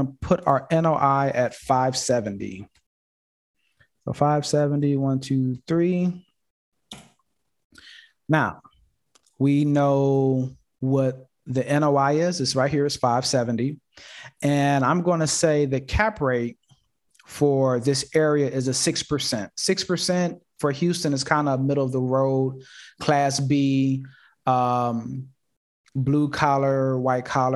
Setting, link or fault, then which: link, video call